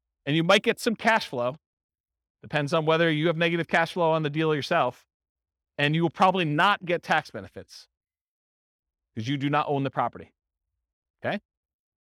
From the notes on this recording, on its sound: This was a live class recorded